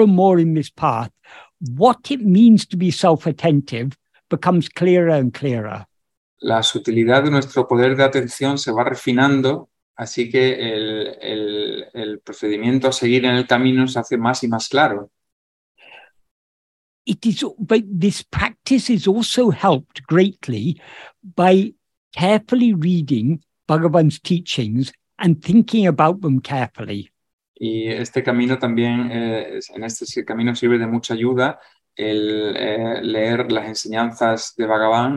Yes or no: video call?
yes